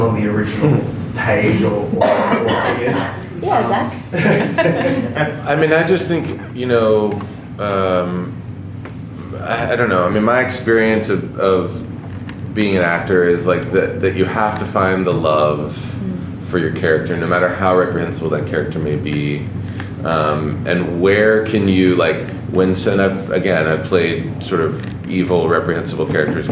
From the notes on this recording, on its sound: NOS4A2 SXSW 2019 Press Conference.